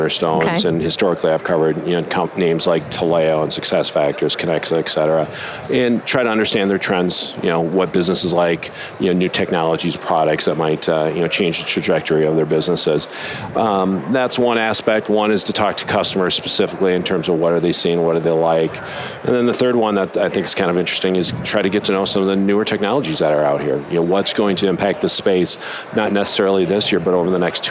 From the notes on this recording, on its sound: LIVE from Las Vegas, at #HRTechConf